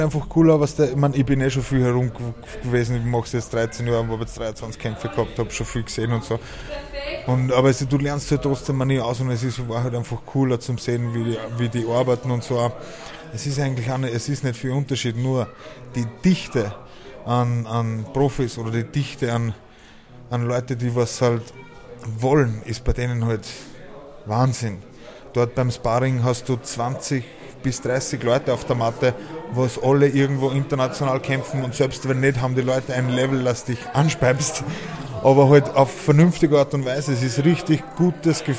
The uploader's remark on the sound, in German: Live auf der Cage Fight Series in Wiener Neustadt